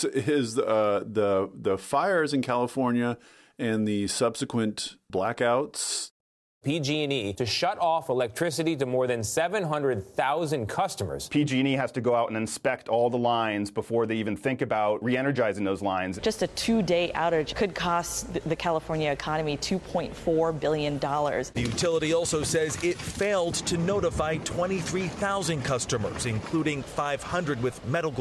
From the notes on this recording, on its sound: This program was recorded at The Commonwealth Club of California in San Francisco.